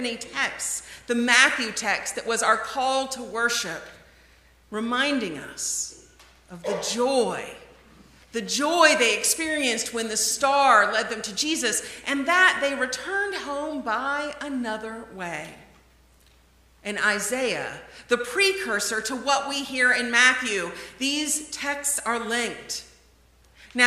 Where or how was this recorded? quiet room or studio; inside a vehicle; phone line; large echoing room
large echoing room